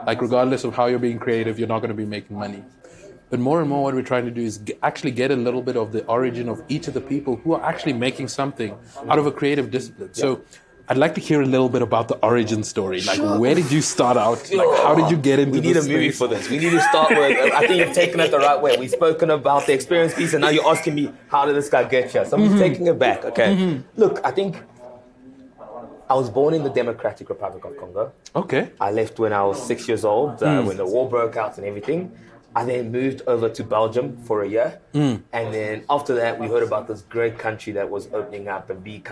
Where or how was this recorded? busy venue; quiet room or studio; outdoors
busy venue